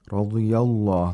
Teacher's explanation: the ضاد has the lowest level of tafkhim because it has a kasra